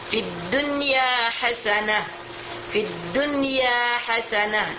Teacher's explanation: Jadi jelaskan nun dan dijelaskan ya-nya ya, tanpa dengung. · Term: izhar mutlak